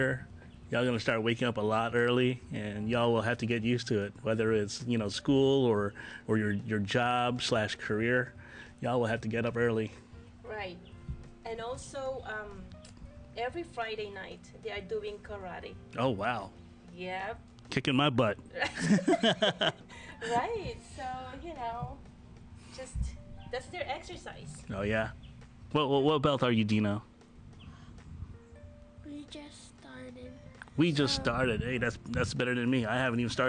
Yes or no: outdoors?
yes